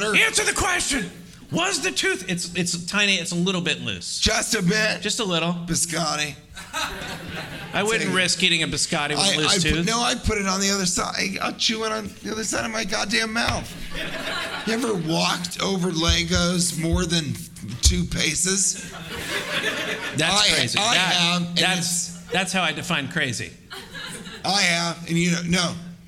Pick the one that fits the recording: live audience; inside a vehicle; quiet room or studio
live audience